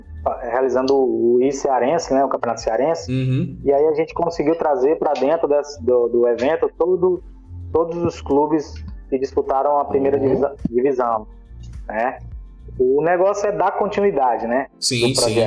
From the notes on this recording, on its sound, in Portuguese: Pedimos desculpas pela qualidade do áudio, pois neste programa tivemos problemas na transmissão.